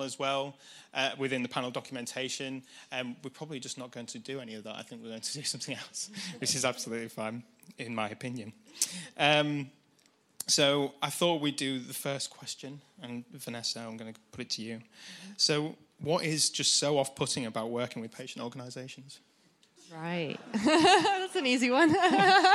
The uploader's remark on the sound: a panel discussion presented at the 2019 Patients as Partners EU conference